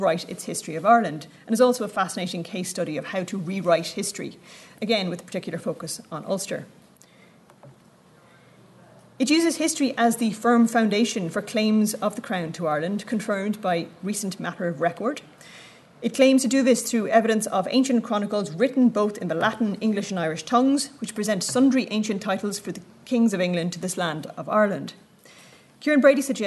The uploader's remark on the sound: at the 2022 Tudor and Stuart Ireland Conference